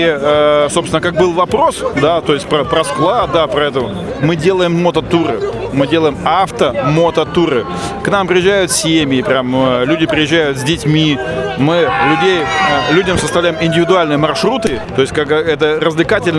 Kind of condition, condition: setting, busy venue